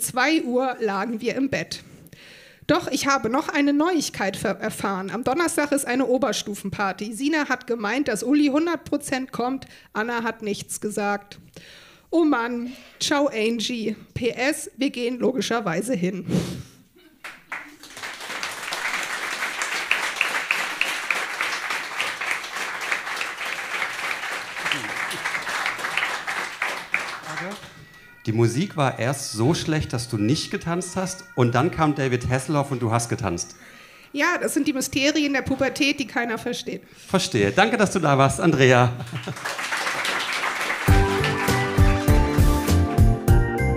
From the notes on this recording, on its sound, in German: Auswahl der Beiträge von der „texte von gestern“-Liveshow. Im Monarch, Berlin. An den Monarch, unser tolles Publikum.